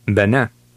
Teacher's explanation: Both E's were short, But the second one, with the grav mark, was pronounced a little more emphatically.